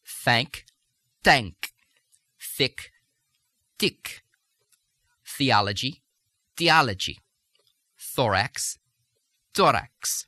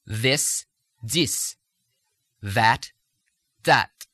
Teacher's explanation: THs, which become close to D and T, the voiced TH becoming D, the voiceless becoming T.